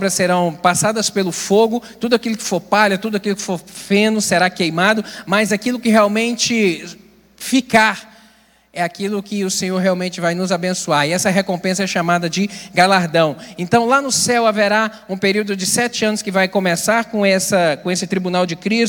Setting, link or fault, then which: setting, large echoing room